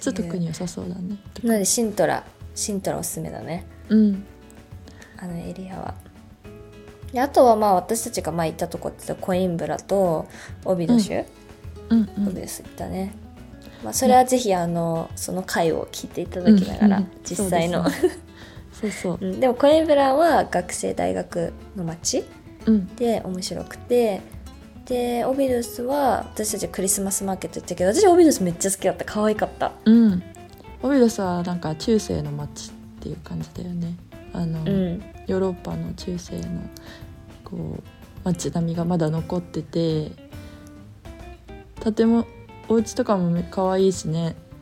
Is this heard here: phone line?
no